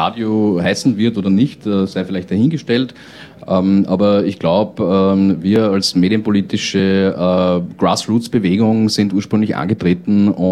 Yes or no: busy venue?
yes